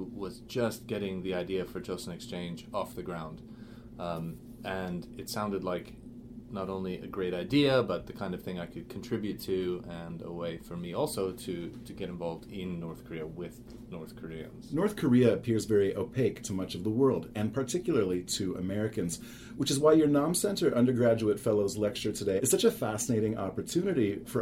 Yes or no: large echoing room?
no